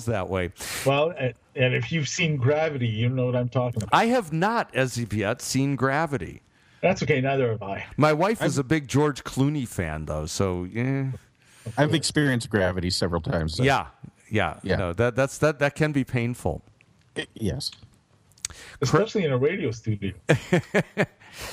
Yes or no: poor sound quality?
no